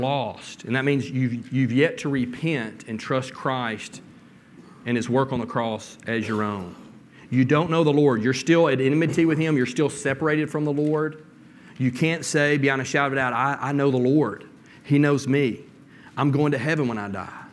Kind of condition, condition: setting, large echoing room